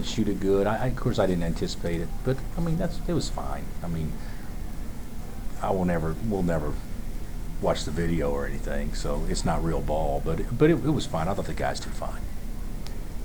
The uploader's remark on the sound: Press Conferences & Post-Game Interviews